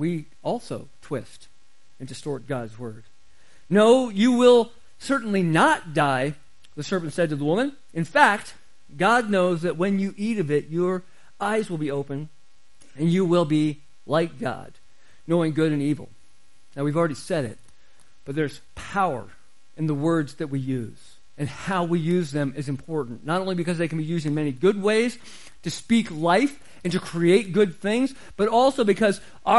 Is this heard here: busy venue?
no